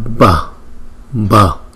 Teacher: cái hơi trong miệng mình đưa ra hơi nhiều một chút so với chữ bờ bình thường